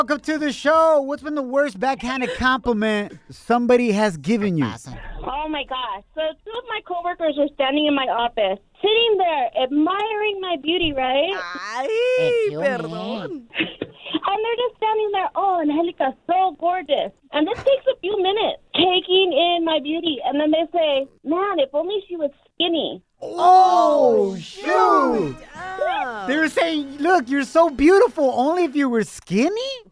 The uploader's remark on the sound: We opened up the phone lines to ask the listeners their worst back-handed compliment they received.